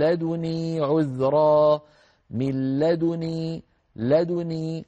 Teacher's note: شعبة رواها لنا بكيفيتين، بإحدى كيفيتين، إما بالاختلاس وهو أي كما ذكرت خفض الصوت، طبعا هو شعبة رواها بنون غير مشددة، أما ضمة الدال فرواها لنا بالاختلاس هكذا، قد بلغت من لدني عذرا، من لدني، لدني، فضمة سريعة صوتها منخفض قليلا، والنون ليس فيها تشديد، نون مكسورة ليس فيها تشديد